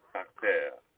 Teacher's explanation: You're rolling the R's in the front. You got to roll it, the guttural roll, in the back of your throat.